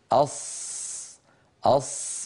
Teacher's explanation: الصوت محصور بين قبة الحنك واللسان